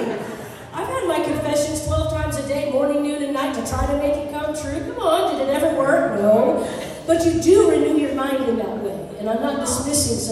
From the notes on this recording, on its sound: Sunday Sermons - Live in-person.